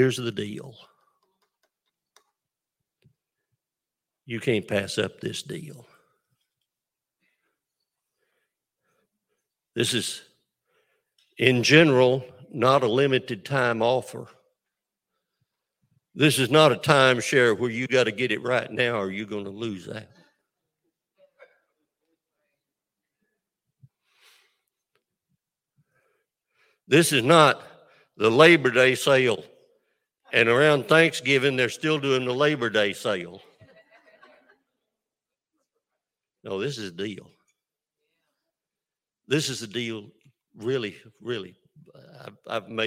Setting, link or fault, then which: setting, large echoing room